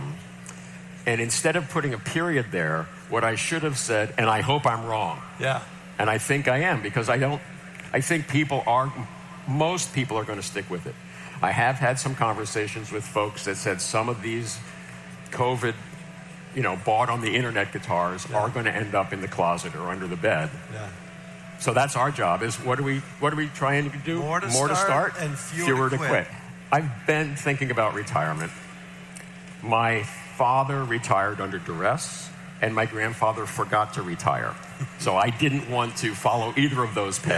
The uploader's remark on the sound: Audio recorded on-location at the Summer NAMM Show in Nashville. Guests that he welcomed on-stage during the opening session.